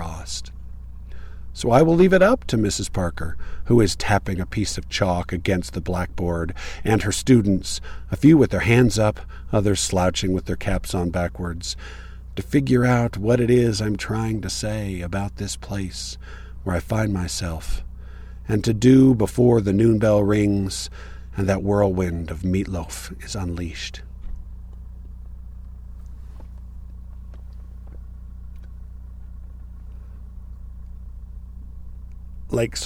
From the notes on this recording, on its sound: This was recorded sitting in my car at a trailhead in Moab, Utah. Something was a little wonky with the recorder (although it is probably more likely to be user error), so it sounds blown-out in parts when I get too enthusiastic.